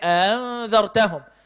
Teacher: فالهمزة هنا همزة مسهلة بين الهمزة وبين الألف